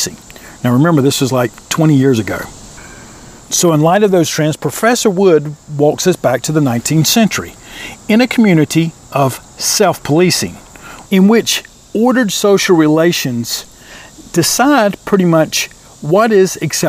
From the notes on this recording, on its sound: This Episode Recorded outside before practice.